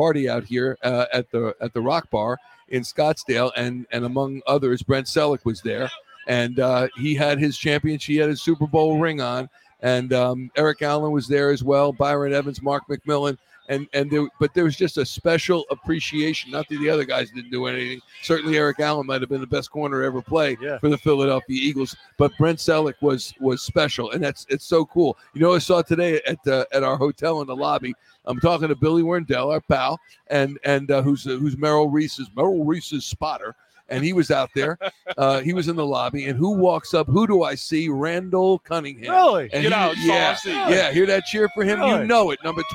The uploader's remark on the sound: We're Live from Philly’s Sports Bar & Grill in Arizona for Live edition of the Takeoff Podcast on the eve of the Super Bowl.